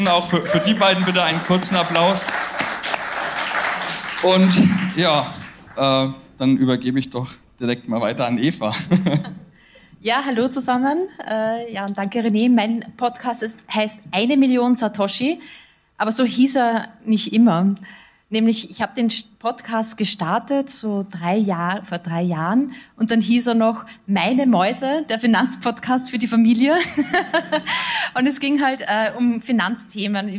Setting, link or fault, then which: setting, live audience